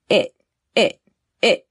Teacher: We kind of press air out of our mouth and stop. Right? We don't really hear that T sound at the end. · Term: stop T